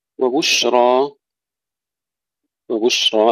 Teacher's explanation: الشين الساكنة فيها الهمس وفيها التفشي